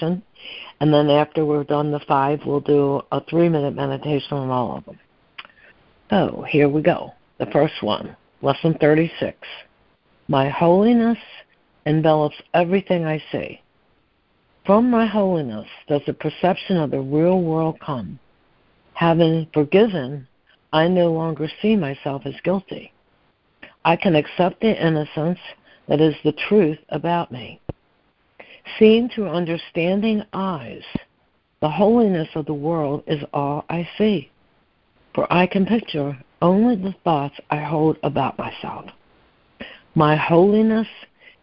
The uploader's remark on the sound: ACIM Daily Conference Call